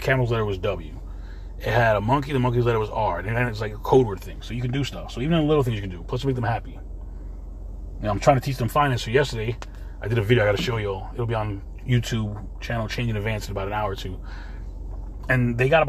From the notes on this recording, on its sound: In this CarCast.